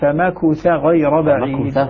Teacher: النطق الذي نطق به هنا يقرؤونها بضم الكاف